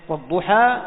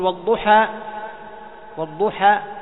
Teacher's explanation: يعني الألفات المقصورة هذه تمد بمقدار حركتين تمام · Shown in: first take